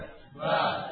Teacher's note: Yang pertama rinciannya adalah dengan merapatkan kedua bibir kita. Ya. Yang pertama adalah huruf ba.